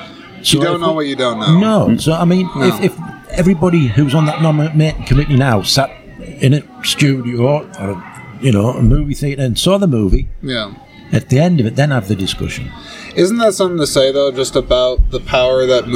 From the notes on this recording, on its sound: This episode is the third in a series of exclusive conversations that were recorded on site at the 16th Annual Iowa Independent Film Festival. This was recorded at 173 Craft Distillery in Clear Lake, IA.